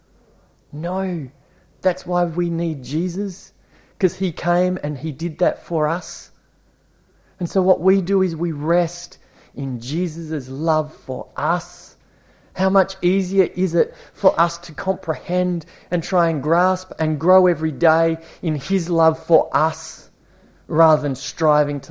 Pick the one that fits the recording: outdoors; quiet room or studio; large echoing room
large echoing room